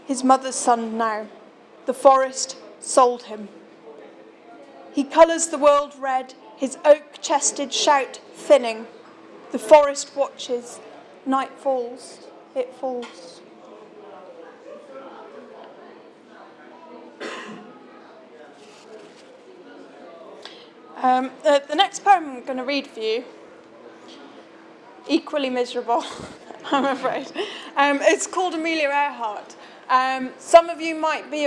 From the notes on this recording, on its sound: This recording was made on December 19th 2013 at the Shrewsbury Coffeehouse during the launch of issue 1 of Bare Fiction magazine.